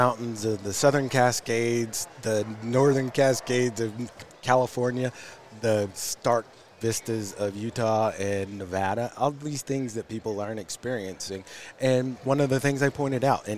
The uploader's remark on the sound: joins us from the floor of Pheasant Fest